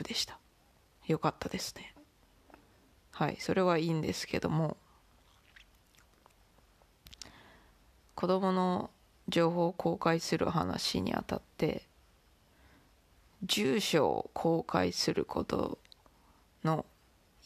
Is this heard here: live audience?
no